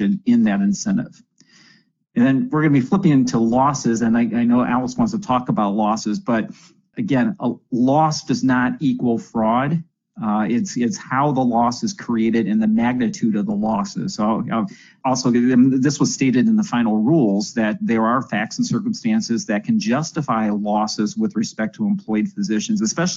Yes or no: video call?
yes